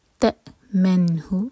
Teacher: تا کے لیے اخفا اور حمزہ پر کٹ آف ساؤنڈ